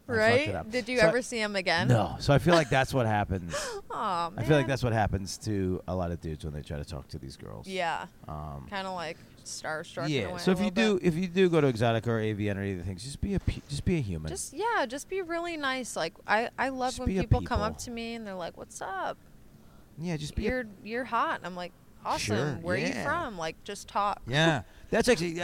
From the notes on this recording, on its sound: During Exxxotica. Exxxotica Chicago.